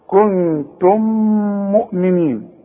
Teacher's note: ميم وبعدها ميم في كلمة أخرى بندغم · Term: الإدغام